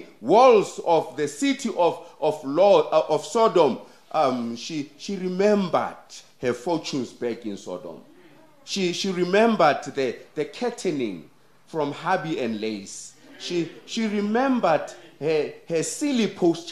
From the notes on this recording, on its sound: The sermon was preached at Kempton Park Central Seventh-day Adventist Church.